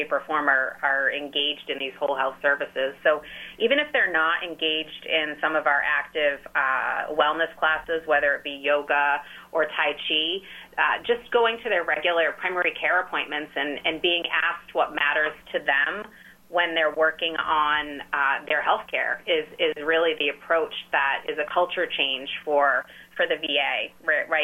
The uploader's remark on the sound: called into GMNH